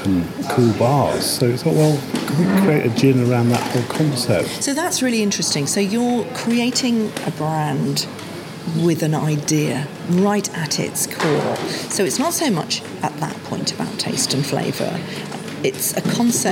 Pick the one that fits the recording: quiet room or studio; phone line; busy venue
busy venue